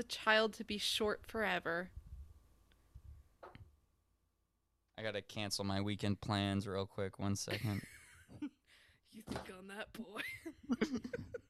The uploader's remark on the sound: Sorry in advance for the weird audio leveling!